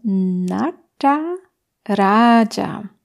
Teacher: Raja hat ein langes A am Anfang und deswegen wird es länger ausgesprochen, doppelt so lang wie das zweite A.